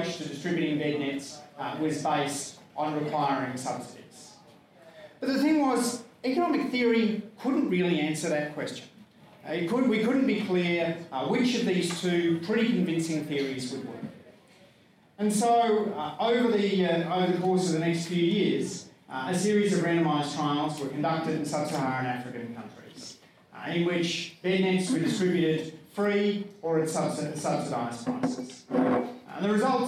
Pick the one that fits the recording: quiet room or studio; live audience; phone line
live audience